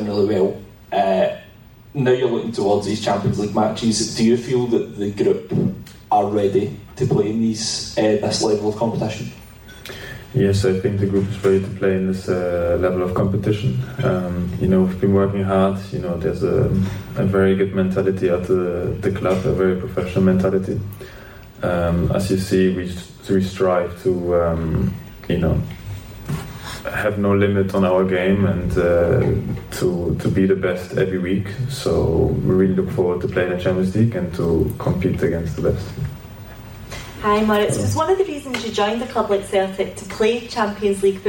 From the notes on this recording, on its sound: at a recent Celtic press conference